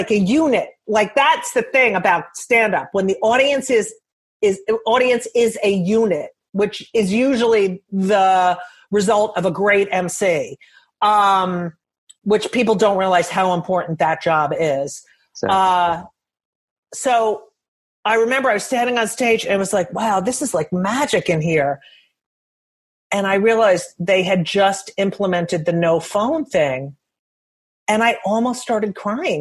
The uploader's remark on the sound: Willing to talk to me during quarantine over Zoom.